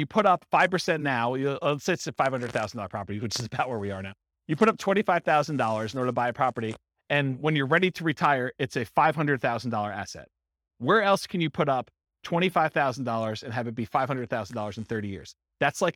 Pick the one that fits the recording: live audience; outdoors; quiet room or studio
live audience